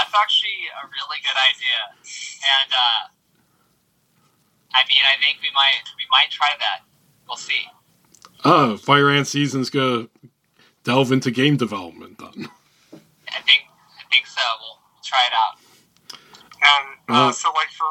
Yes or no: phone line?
yes